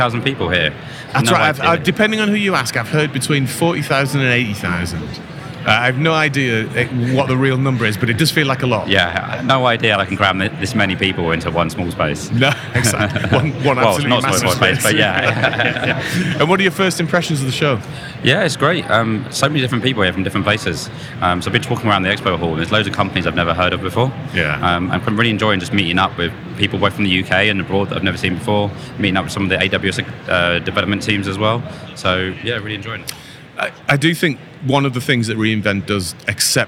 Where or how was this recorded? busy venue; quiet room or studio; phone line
busy venue